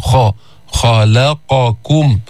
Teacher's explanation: الخاء من أدنى الحلق، حرف مستعلي، حرف مهموس لأنه من حروف فحثه شخص سكت، بيطلع النفس عند النطق به، بس في استعلاء الخاء، بس ما في إطباق، منه مثل الضاد، منه مثل الطاء، ما في إطباق، يعني اللسان لا يلتصق بالحنك الأعلى، بيرتفع أقصى اللسان لأنه في استعلاء.